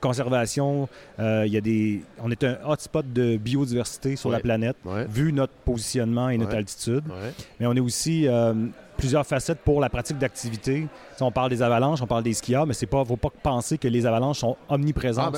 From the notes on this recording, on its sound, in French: le Mont Albert où nous avons enregistré l'épisode